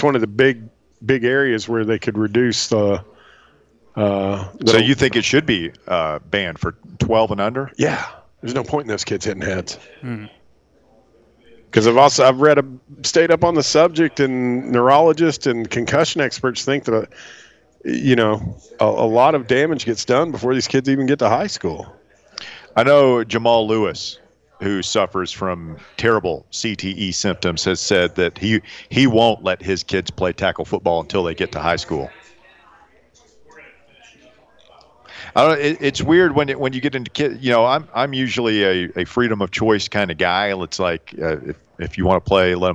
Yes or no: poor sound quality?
no